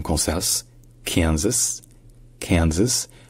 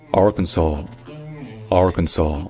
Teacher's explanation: Anguin-les-Bains. Que le S à la fin, il est prononcé dans Kansas, Kansas, Kansas, alors qu'il n'est pas prononcé dans Arkansas. C'est juste Arkansas, Arkansas.